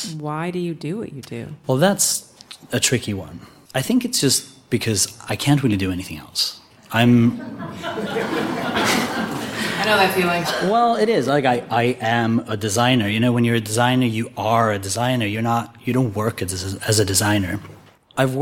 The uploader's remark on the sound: Taped live at a Be Original Americas event in Los Angeles. We conducted 6 lightning round interviews with leaders in different areas of design and architecture.